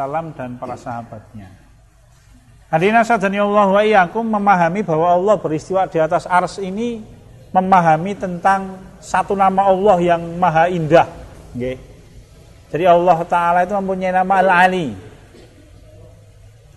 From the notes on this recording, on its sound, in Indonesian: Rekaman Kajian Majelis Pengajian Islam Kitab Firqotun Najiyah. Di Masjid At Tahkim, Jln KH Ahmad Dahlan, Ngampilan, Yogyakarta rutin setiap hari Jumat selepas sholat magrib sampai dengan isya yang diselenggarakan oleh FKAM Yogyakarta dan Takmir Masjid At Tahkim.